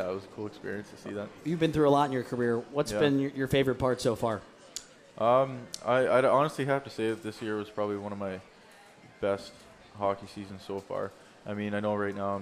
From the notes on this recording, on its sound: LIVE at Gameworks in Newport on the Levee